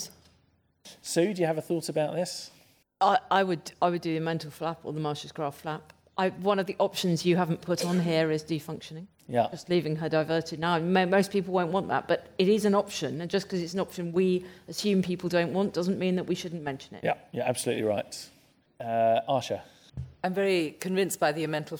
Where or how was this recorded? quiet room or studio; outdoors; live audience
live audience